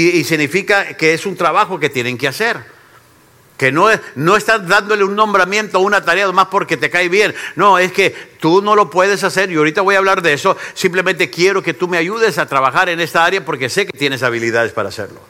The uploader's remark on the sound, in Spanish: Esta lección fue grabada en vivo durante las conferencias de “Liderazgo Enfocado” en la iglesia Centro Familiar Cristiano .